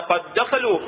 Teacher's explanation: دال مشددة مدغمة لكن ما بيها غنة